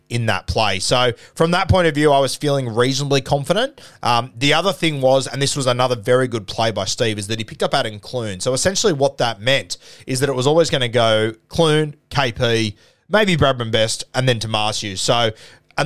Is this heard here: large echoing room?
no